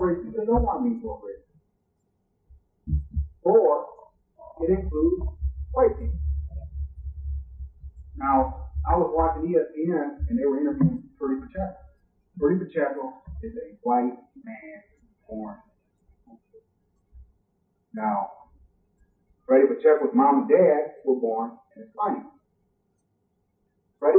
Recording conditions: poor sound quality